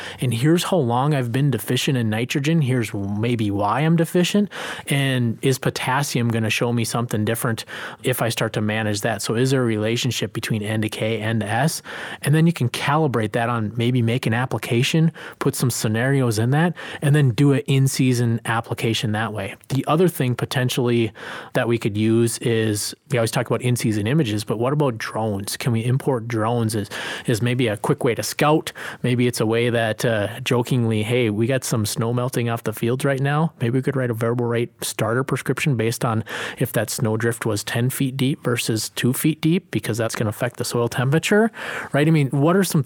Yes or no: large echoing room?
no